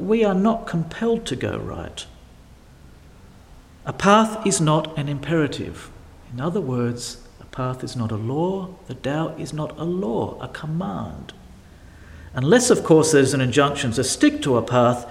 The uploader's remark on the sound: delivered at St Paul's in Beaconsfield